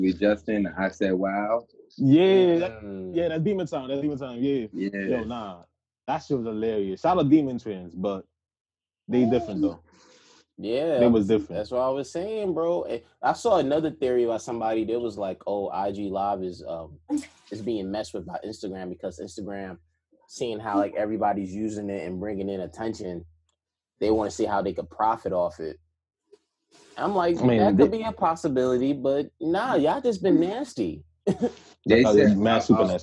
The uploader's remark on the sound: once again through Zoom